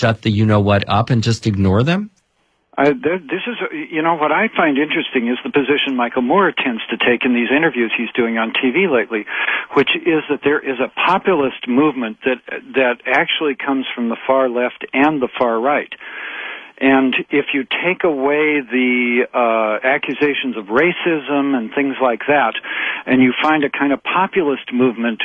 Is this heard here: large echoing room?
no